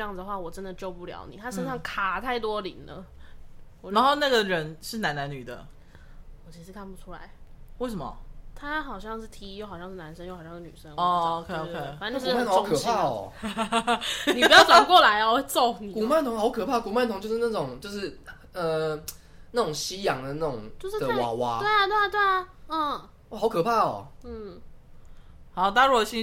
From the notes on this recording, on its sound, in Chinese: 錄製時現場有好兄弟加入，若有雜音可能他們也想分享，可惜沒有高科技儀器清晰解檔播出